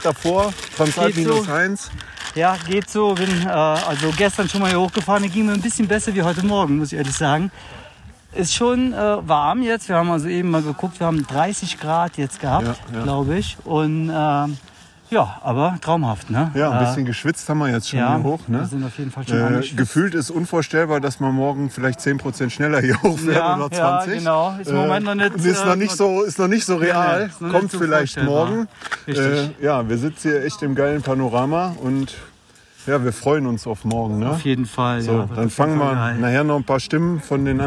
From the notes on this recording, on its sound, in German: Unsere Teams sind in Nauders angekommen. Mit Mikrofon und Aufnahmegerät unterwegs und war auf Stimmenfang.